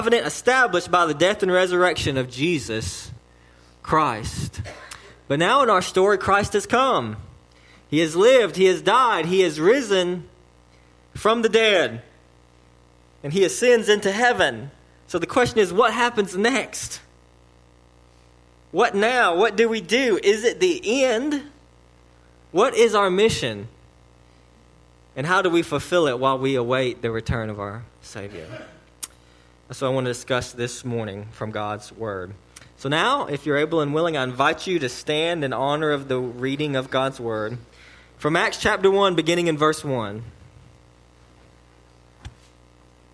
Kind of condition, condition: setting, large echoing room